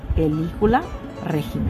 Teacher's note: El acento recae en la antepenúltima sílaba de la palabra. · Term: Las palabras esdrújulas